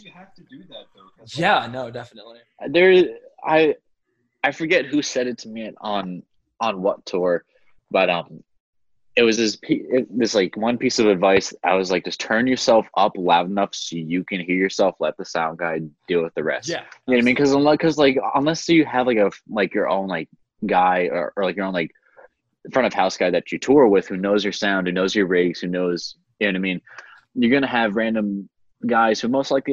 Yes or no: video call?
yes